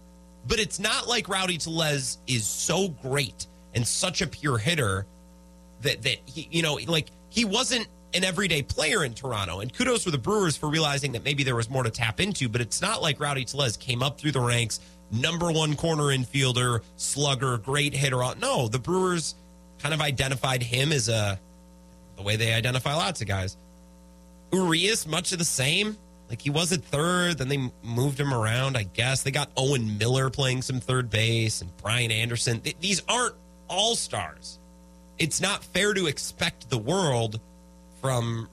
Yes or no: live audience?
no